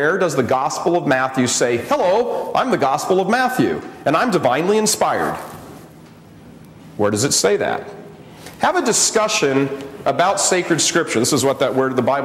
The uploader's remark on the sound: gives a talk at the Spirit & Truth Conference in Dubuque, IA in 2010